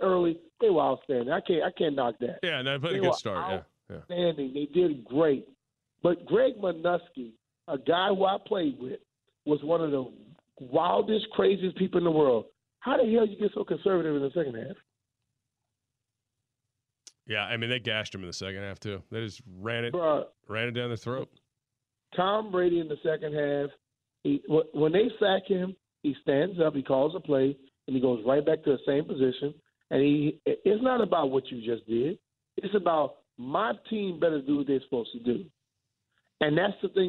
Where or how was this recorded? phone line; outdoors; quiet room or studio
phone line